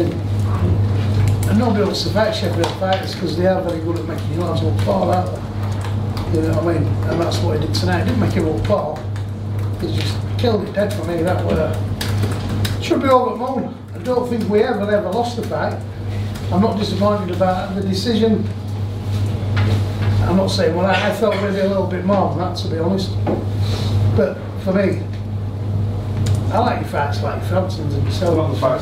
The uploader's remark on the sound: Post-fight press conference from Leeds.